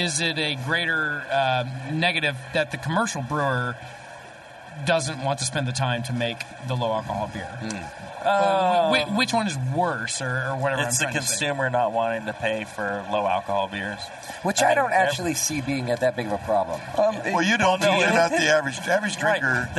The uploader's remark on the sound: Broadcast live from the National Homebrewers Conference in San Diego. In this on-location episode of Brewing With Style.